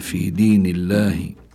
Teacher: اللام لفظ الجلالة الله لابد أن يكون مرققا لأن ما قبله مكسور